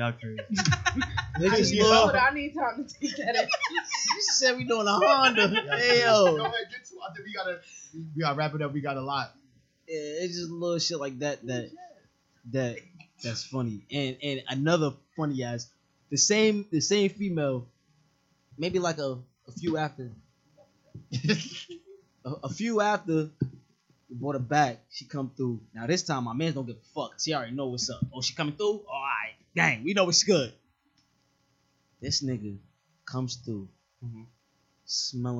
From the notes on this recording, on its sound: few audio issues this episode, apologies!